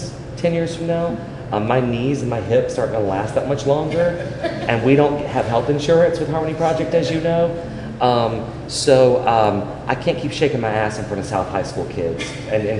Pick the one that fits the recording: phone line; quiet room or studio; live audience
live audience